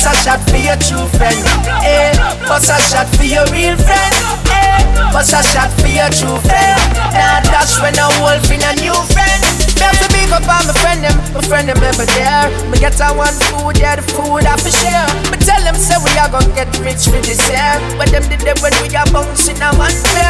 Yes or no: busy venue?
yes